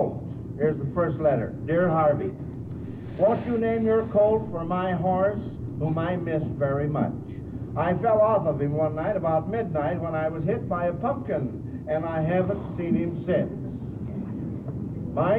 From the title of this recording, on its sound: Live From The Shamrock Hotel